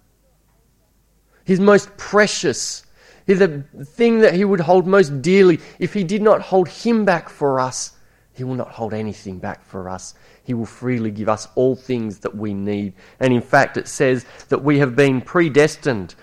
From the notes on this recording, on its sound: It was preached at Esperance Church of Christ on a monthly basis.